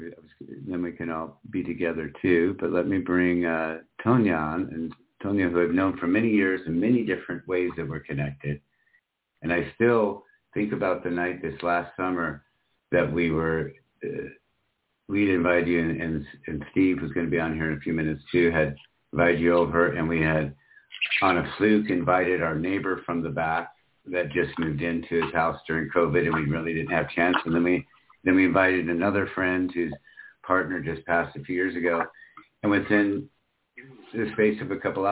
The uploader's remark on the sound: Special Call In, Share, and Talk. You are welcome to call in say HI, share your inspirations, dreams, and challenges for the new year.